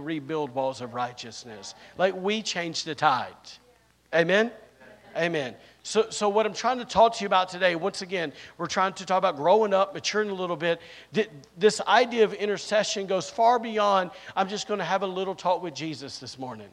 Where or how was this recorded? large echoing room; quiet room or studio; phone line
large echoing room